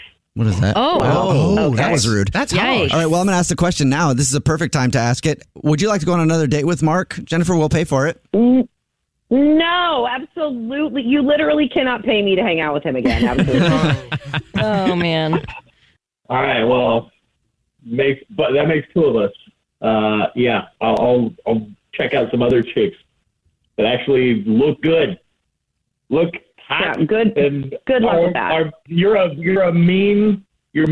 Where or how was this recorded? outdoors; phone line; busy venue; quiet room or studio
phone line